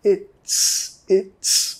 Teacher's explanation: Aquí tenemos que pegar la T y la S. It's. Después vincular.